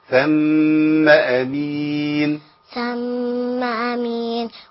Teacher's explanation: عندنا ميم مشددة نقف عليها على طول بغنة